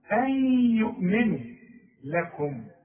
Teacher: نون بعدها ياء حكمها إيه؟ إدغام. إدغام بغنة.